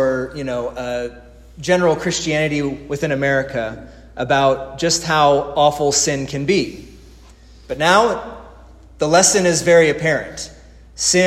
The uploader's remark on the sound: This is the sermon audio from the divine service held Monday March 30, 2020 at Resurrection Lutheran Church in Fredericksburg, Texas.